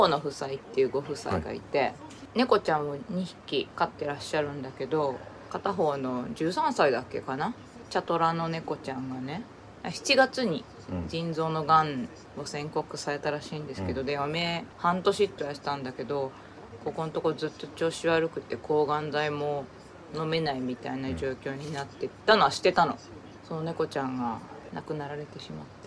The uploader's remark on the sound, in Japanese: 機材・設定： iPhone13「ステレオマイク」アプリ／iPhone マイク-前面（Cardioid）／ファイル形式 PCM44.1kHz 32bit Float。結果： マイク-前面（Cardioid）の設定が声拾いやすくてよさそう。